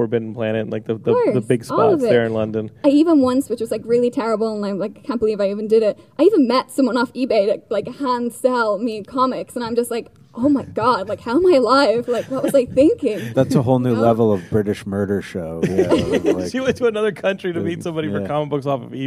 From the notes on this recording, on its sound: Live At Stan Lee's LA Comic Con. A live Geekscape episode!?!